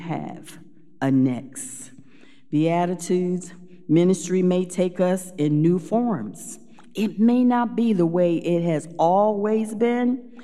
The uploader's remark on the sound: Recorded live at Beatitudes Church in Phoenix, AZ